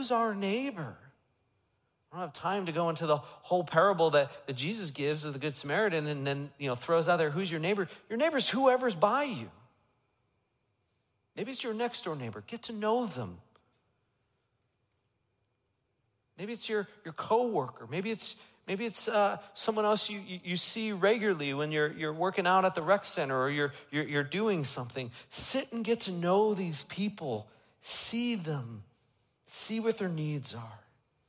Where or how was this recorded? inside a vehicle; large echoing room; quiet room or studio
large echoing room